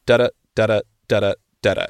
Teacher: He has a whole video about this Scotch snap that in poetry, I guess, is also called a trochee, where you have a quick stressed element followed by an unstressed long element